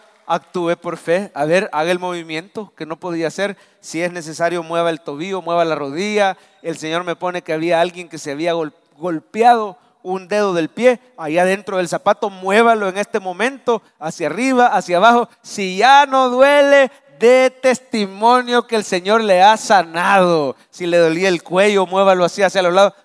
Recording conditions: large echoing room